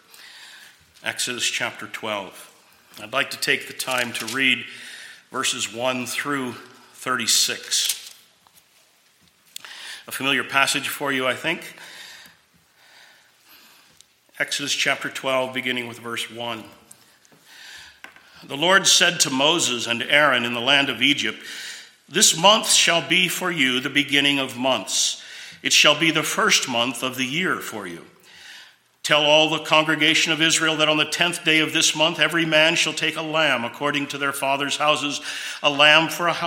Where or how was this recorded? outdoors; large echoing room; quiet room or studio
large echoing room